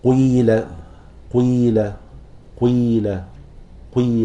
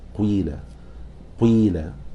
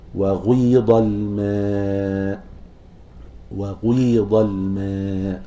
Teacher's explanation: فالقاف هنا كأنك تأتي بجزء ضم بعده جزء كسر، وجزء الكسر هو الذي تليه الياء، فلذلك صوت الياء لن يتأثر لأن الجزء اللي قبلها كسرة، ولكن في جزء ضم الأول. · Term: إشمام حركة بحركة